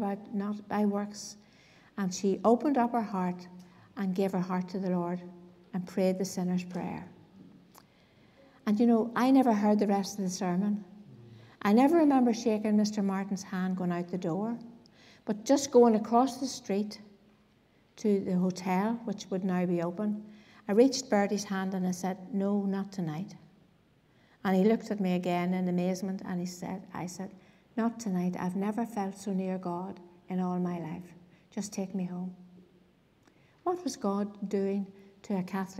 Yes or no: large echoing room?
yes